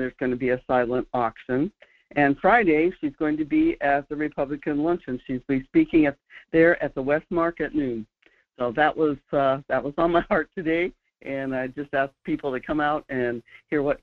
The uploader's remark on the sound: Today we'll hit a couple of headlines from around the state and then open up the phone lines to let you steer the discussion in hour one.